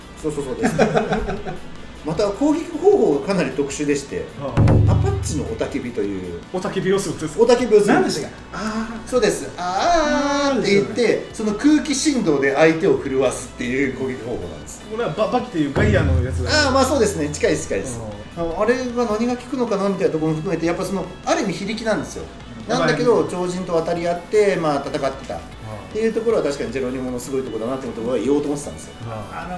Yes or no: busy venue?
yes